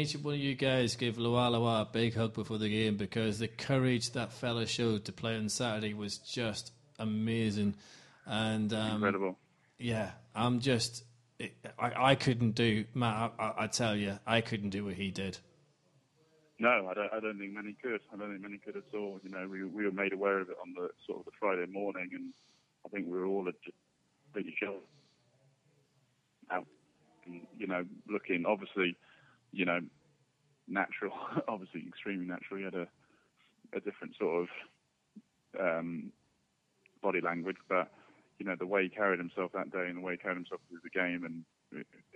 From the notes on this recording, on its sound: have a chat on the phone